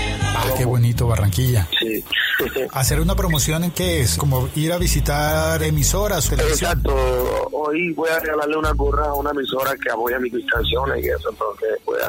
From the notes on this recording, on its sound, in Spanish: Una entrevista telefónica en podcast para conocer más y mejor al cartagenero.